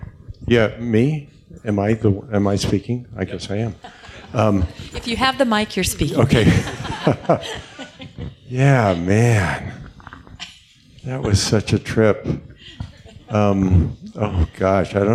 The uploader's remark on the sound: The podcast is the recorded pre-show and Q&A.